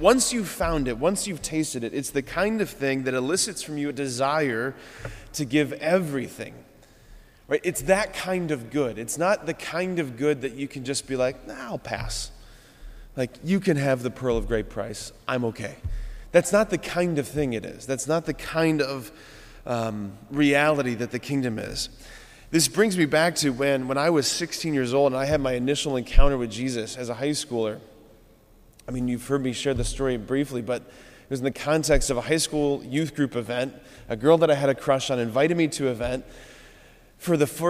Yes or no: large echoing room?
yes